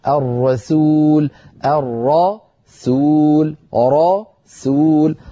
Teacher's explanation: راء مفخمة وسين مرققة